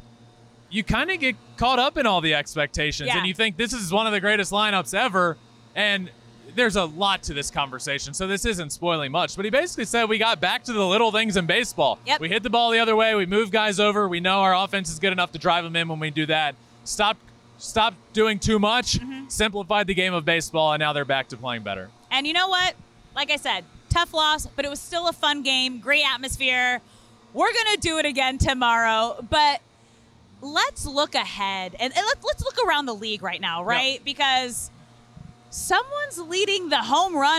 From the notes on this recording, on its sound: from the field at Petco Park after the Padres-Rays game on Friday night